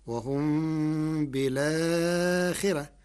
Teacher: قرأ ورش كلمة بالآخرة بنقل حركة الهمزة إلى الساكن قبلها مع حذف الهمزة، فتصير وهم بالآخرة مع ترقيق الراء لكسر قبلها.